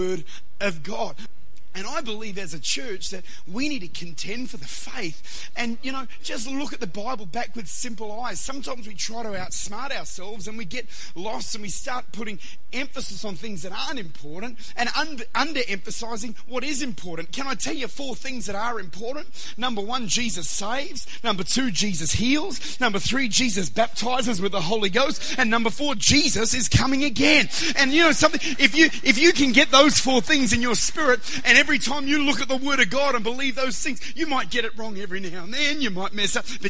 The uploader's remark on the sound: Recorded at Lifepoint Church, Adelaide.